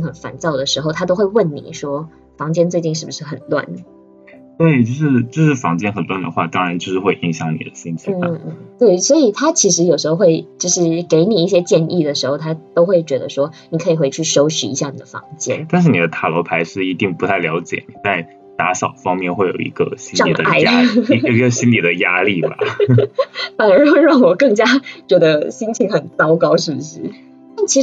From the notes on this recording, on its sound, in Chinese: 本集因技術問題音質略差，請多包涵